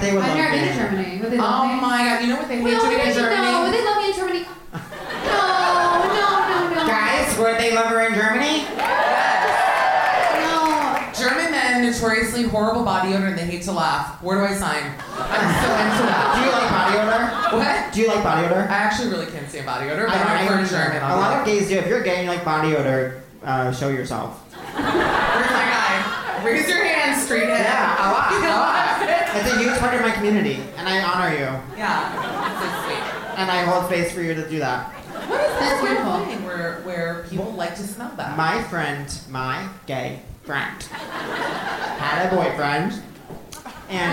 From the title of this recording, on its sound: Live From The Bell House